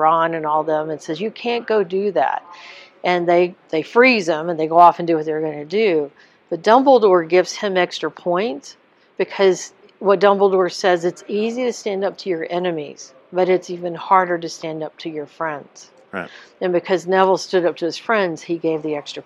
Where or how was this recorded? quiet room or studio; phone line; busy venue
busy venue